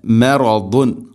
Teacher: ദ്വാദിൻ്റെ ഉച്ചാരണം നാവിൻ്റെ ഏതെങ്കിലും ഒരു സൈഡ് അണപ്പല്ലുകളോട് ചേർന്ന് നീളത്തിൽ തട്ടിക്കൊണ്ടായിരിക്കണം അതിൻ്റെ ആ ഒരു ഉച്ചാരണം, ആ ഒരു ശബ്ദം വരേണ്ടത്.